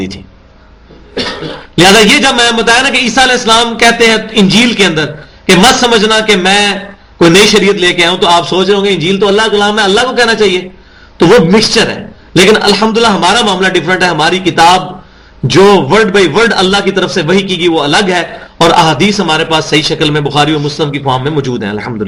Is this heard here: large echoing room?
yes